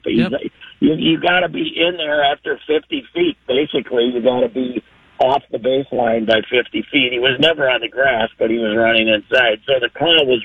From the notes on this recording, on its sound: makes an impromptu call